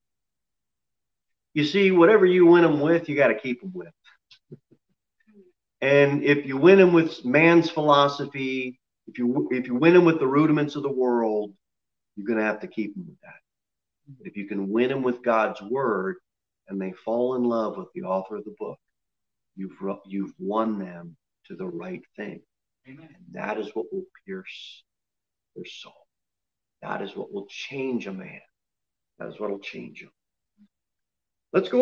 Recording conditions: large echoing room